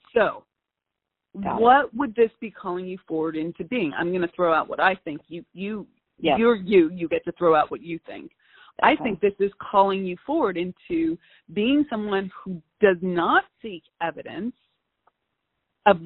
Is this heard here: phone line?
yes